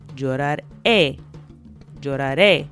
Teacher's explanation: So we're adding the letter E with an accent over it. Again, so the stress is on the last syllable, which again is very important